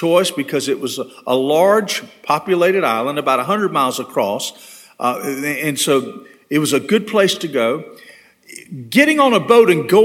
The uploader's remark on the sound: This sermon was delivered on April 3, 2022 at First Baptist Church Hendersonville, NC.